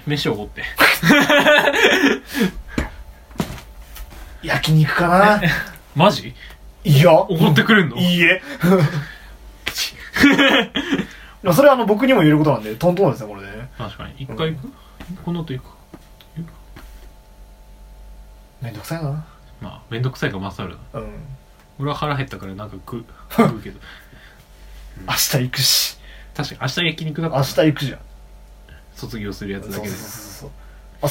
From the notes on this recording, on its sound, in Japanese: 録音機材：iPhone7。